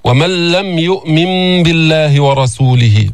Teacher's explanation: إدغام بلا غنة تدخل اللام، تدخل النون الساكنة أو التنوين في اللام، فتذهب هذه النون ذاتها يذهب وصفتها تذهب، إدغام كامل.